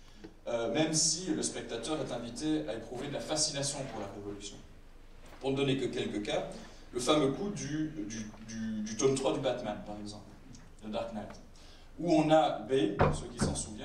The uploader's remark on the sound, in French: Masterclass LDH au BIFFF 2017. Débat au Festival International du Film Fantastique de Bruxelles. Bozar.